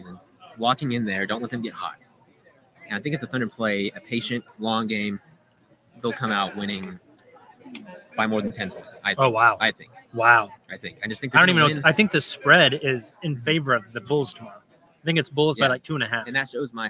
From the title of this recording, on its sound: Live from Paycom Center